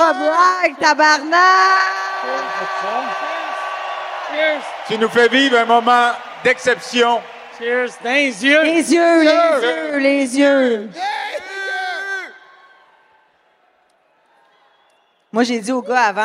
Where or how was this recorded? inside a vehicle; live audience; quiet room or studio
live audience